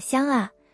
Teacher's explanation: 发完 ng 之后，软腭还没降下来，气流从鼻腔出来，所以香啊听起来带鼻音色彩